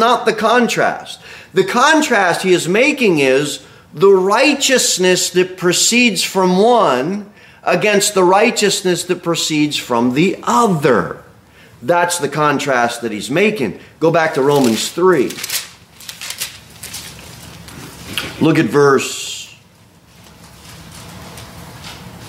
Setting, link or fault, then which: setting, large echoing room